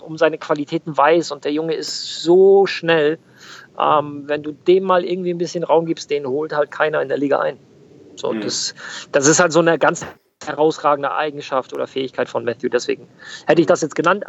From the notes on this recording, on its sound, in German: Nebenbei hatten wir eine Premiere beim MillernTon. Fuhr während unseres Gespräches im Auto.